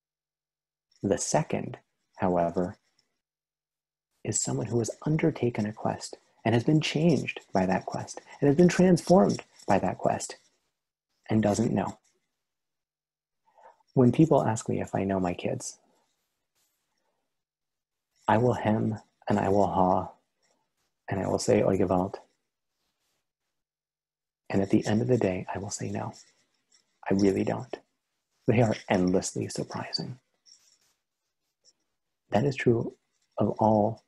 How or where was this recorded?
video call